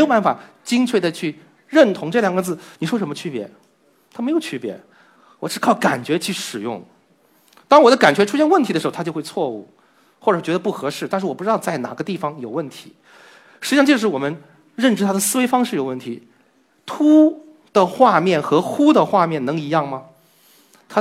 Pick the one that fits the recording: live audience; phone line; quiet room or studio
live audience